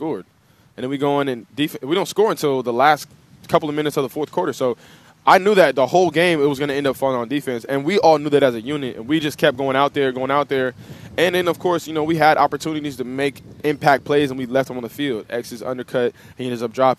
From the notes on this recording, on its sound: live from Hollywood Kia